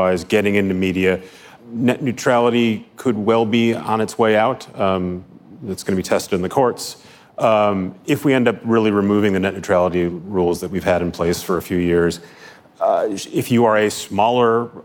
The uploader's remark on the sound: on stage at Code Media in Los Angeles